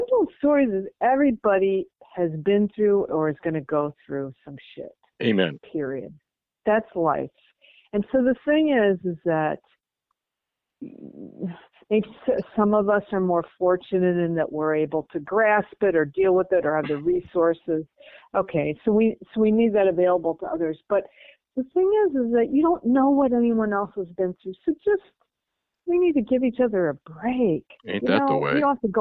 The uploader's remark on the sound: This is a quick phone call we had just before I hopped on a plane back home